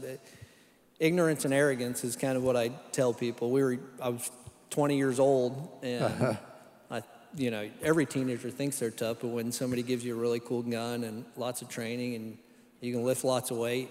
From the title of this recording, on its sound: Live Worship Service